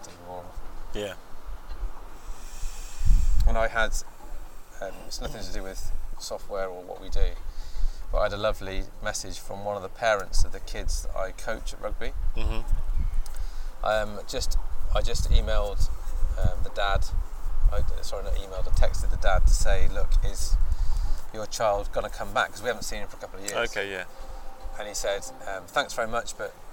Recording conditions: wind noise